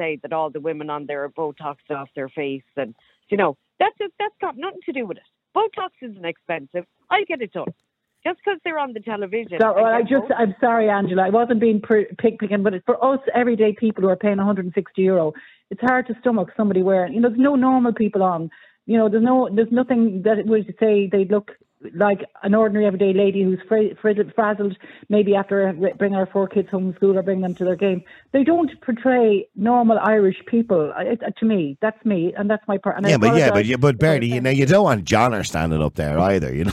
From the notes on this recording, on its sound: The phone lines are open, and callers share their thoughts and opinions on the matter.